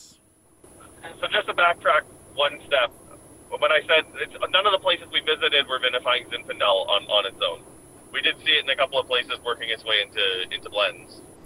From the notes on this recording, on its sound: In The Car Interview. En route to Oregon from the Okanagan.